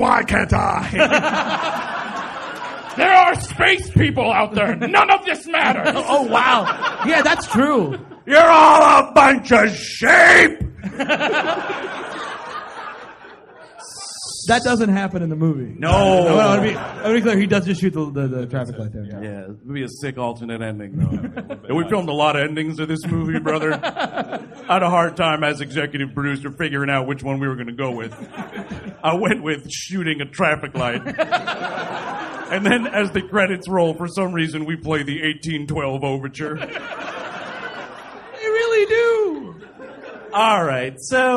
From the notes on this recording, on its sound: The first of two shows taped at the LA Podfest Preview Night. At the Hollywood Improv! Recorded in front of a sold-out crowd.